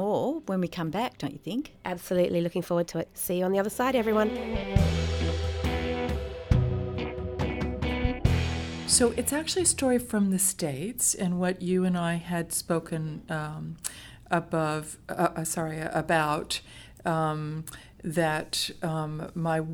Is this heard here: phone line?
no